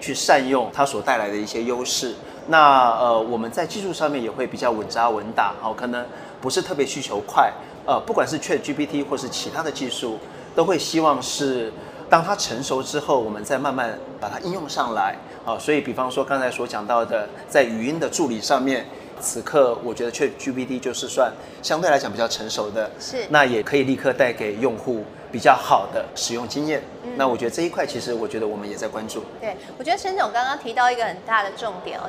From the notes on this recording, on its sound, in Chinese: 繼續把錄音室帶到AI EXPO Taiwan的展覽會場，與聽眾面對面！於AI EXPO Live Studio現場合影。